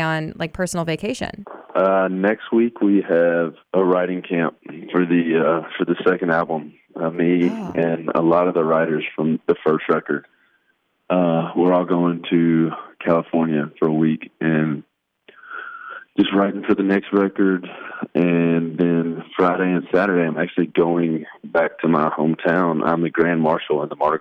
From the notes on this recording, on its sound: called in to chat